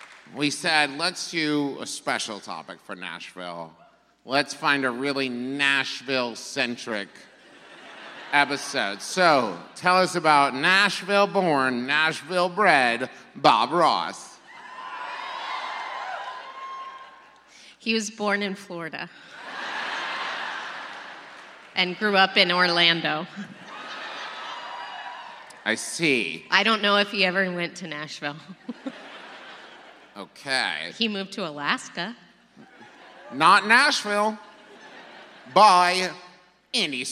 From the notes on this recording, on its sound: It was recorded LIVE in Nashville, TN!